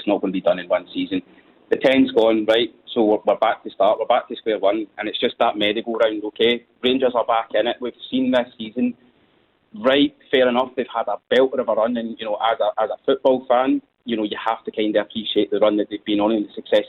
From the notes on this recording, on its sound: As we react live to Rangers taking on Antwerp in the Europa League as well as taking calls.